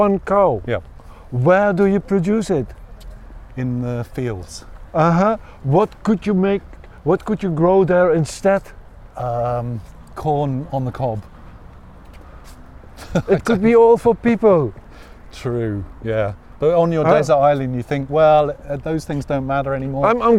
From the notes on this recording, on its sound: Continue their historical walking tour through Kreuzberg. Outside Broadcast.